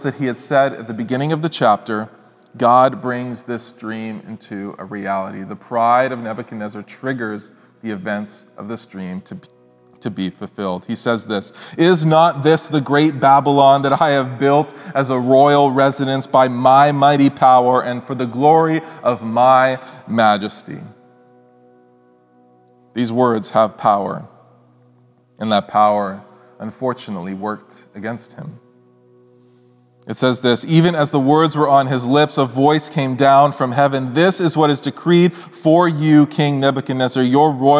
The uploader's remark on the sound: speaks at SouthRidge Fellowship, a Langley church